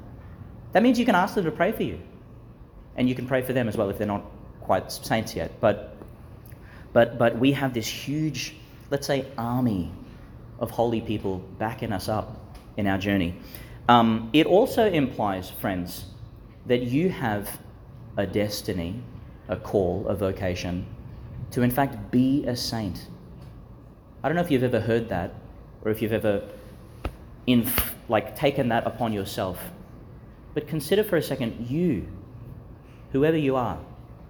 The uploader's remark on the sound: delivered in the Marian Centre at Chanel College, Gladstone, Qld.